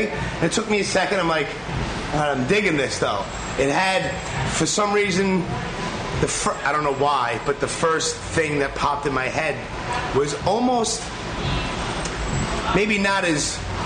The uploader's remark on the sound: Recorded Live from Bushwick, Brooklyn at Physical Culture Collective. There is definitely some Brooklyn ambience with some sirens and passing subway trains in the background.